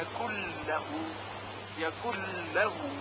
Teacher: نون ساکن در لام ادغام میشه